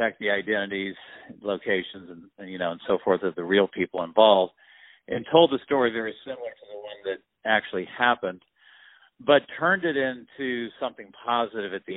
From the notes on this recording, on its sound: On the phone. The Culture News.